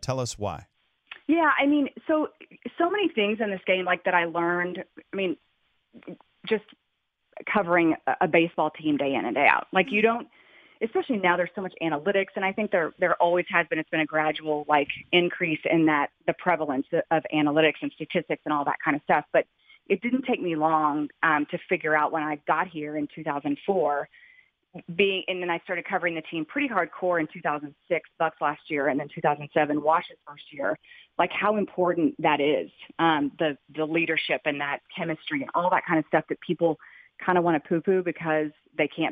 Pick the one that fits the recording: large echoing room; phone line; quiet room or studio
phone line